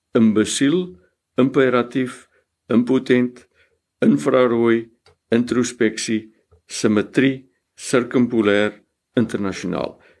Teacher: die i wat ons skryf word deur 'n schwa gegee in die uitspraak, of ons kan anders omredeneer, ons kan sê wanneer die schwa gebruik word, word dit deur die i voorgestel wanneer ons die woord skryf.